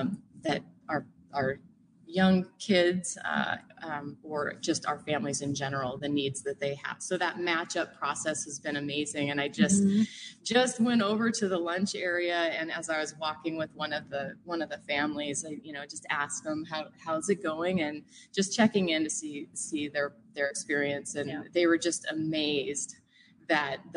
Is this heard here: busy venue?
yes